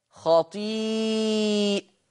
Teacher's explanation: يقرأ حفص لفظ خطيئته بفتح الهمزة وضم التاء